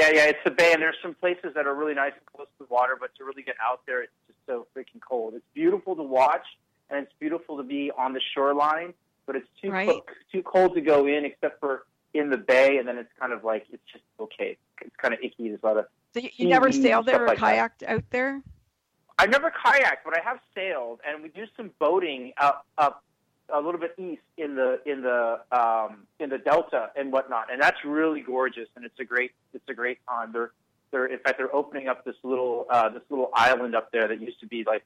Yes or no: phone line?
yes